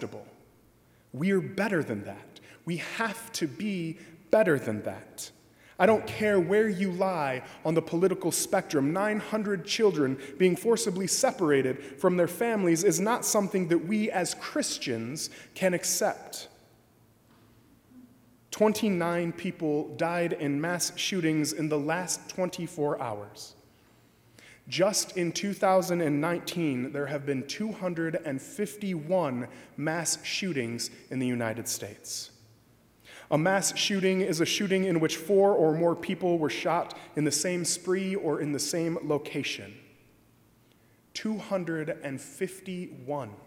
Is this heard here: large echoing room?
yes